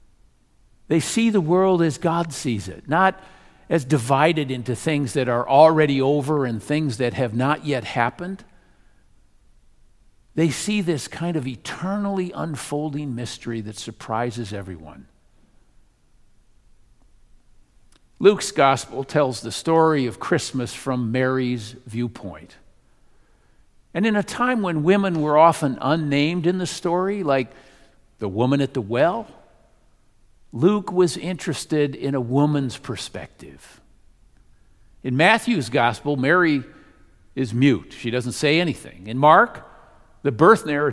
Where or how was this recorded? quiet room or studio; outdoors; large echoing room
large echoing room